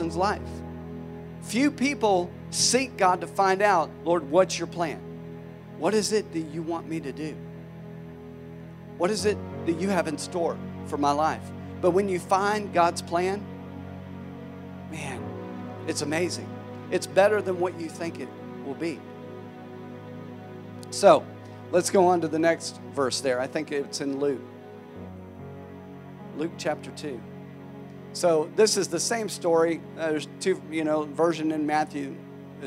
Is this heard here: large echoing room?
yes